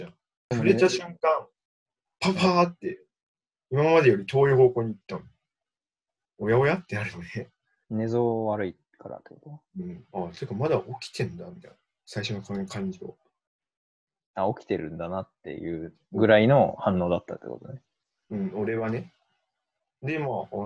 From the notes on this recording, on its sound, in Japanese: リモート録音なので音質はそこまでよくありません。